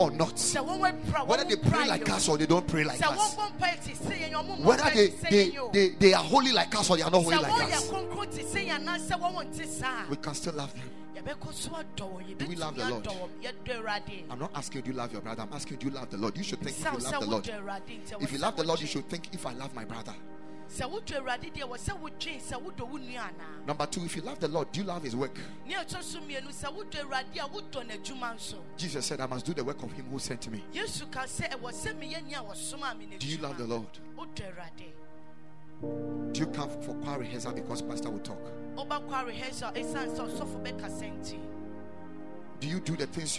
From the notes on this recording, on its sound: Preached at Ekklesia Chapel.